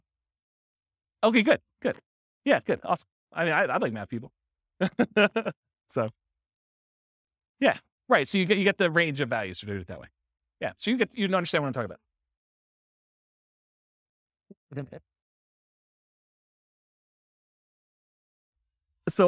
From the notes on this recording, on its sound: This was a live class recorded